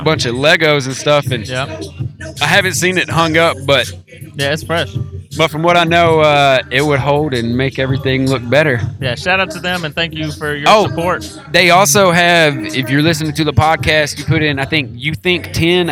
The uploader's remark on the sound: Live At Louievolve